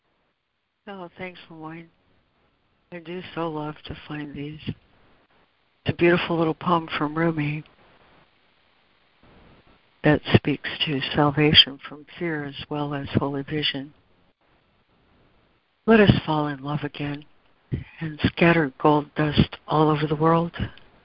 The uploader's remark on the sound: ACIM Daily Conference Call.